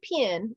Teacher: there's a little diphthong in the pen and it's more like an I sound. I thought you were saying peon.